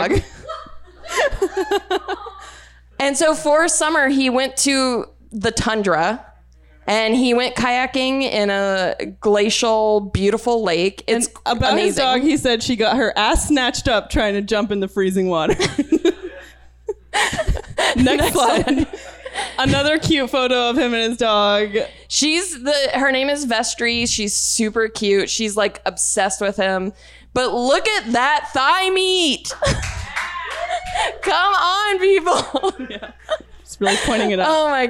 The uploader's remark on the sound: Recorded live at the Pack Theater.